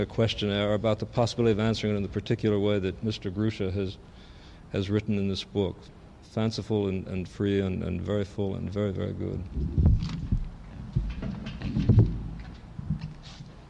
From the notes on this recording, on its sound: 48th PEN International Congress — Public Reading at St. Peter's Church. The fifth and last of the Midday Reading Series events.